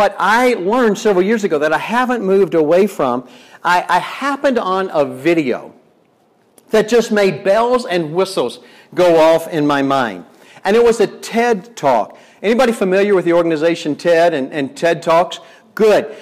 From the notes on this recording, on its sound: Delivered at Wisdom Chain Day in Medora, ND on June 15th, 2021.